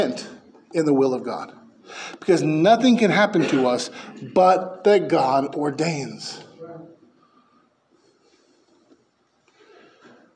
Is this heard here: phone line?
no